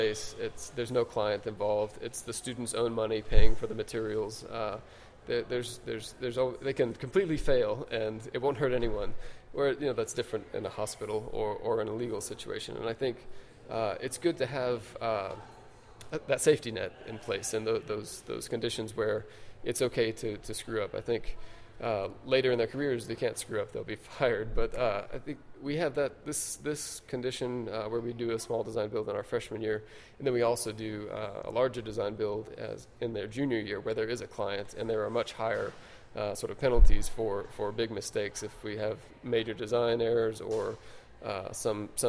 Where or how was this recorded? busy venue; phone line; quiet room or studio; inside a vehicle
busy venue